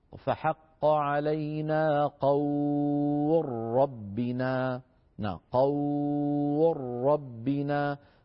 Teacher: وقبل هذه اللام واو ساكنة مفتوح ما قبلها، يعني حرف لين، ثم يدغم اللام في الراء فيحول اللام إلى راء ويصير النطق براء مشددة